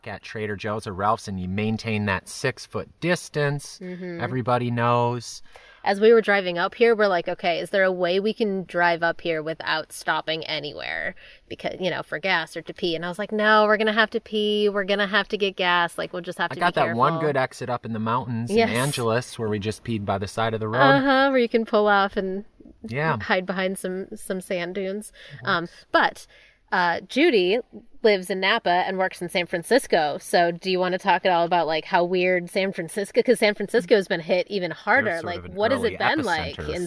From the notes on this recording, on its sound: We recorded directly from our property for the very first time! I forced everyone to pile into our tent and record from there. You know, because of acoustics.